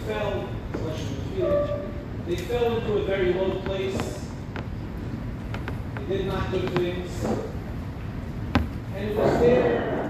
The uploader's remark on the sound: delivered at the grand banquet of Mevaseret